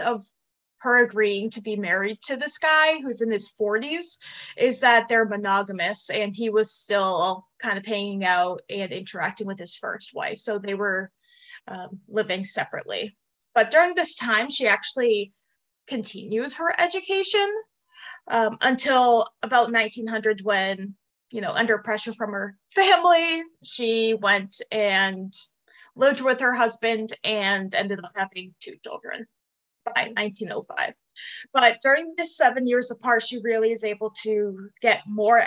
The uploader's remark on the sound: your four hosts are back around the (Zoom) table